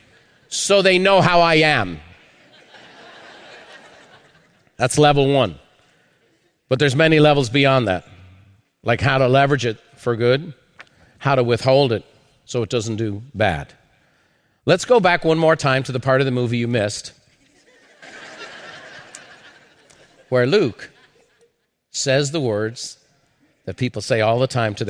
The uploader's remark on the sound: Part of a live recording from The Peak Experience.